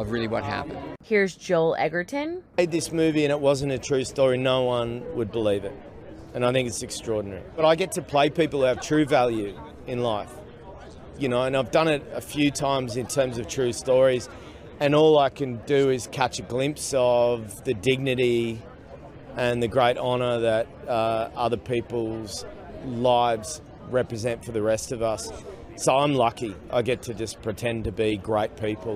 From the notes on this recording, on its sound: Quick Clip: Thirteen Lives cast talks real life heroes, being accurate, and film challenges at LA premiere. At the "Thirteen Lives" premiere in LA.